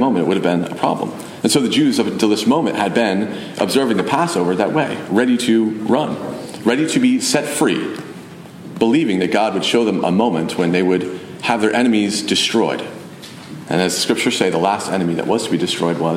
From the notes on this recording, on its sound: Message delivered Sunday, November 19, 2023 at Mt Carmel Primitive Baptist Church, Bel Air